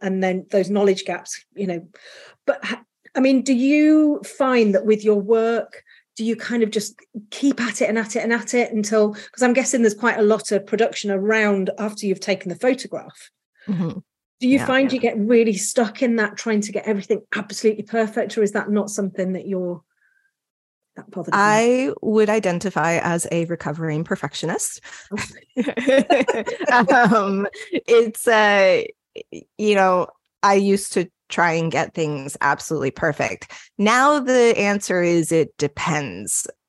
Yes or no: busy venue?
no